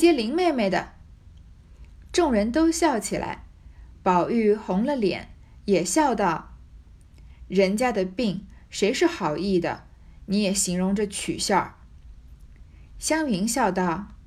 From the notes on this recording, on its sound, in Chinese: 话筒忘记充电了，这期没用话筒，不知道音质怎么样